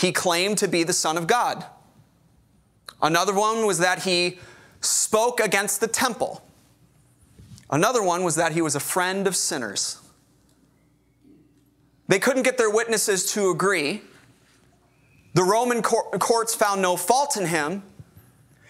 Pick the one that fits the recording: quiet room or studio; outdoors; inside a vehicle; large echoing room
large echoing room